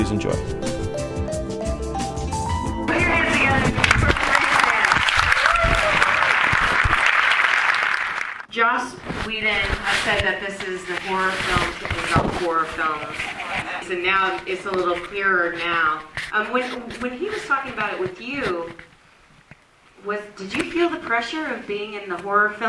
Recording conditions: live audience